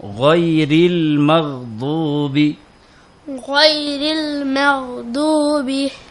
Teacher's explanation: এ গাইন উচ্চারিত হচ্ছে কণ্ঠনালীর শেষ থেকে।